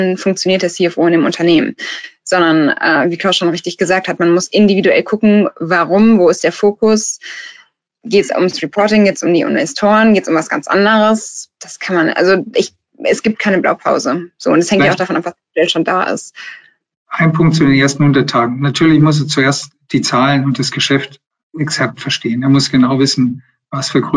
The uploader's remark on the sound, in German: Diese Podcast-Folge ist ein Mitschnitt unseres Webinars auf unserer Plattform Top 50 Start-ups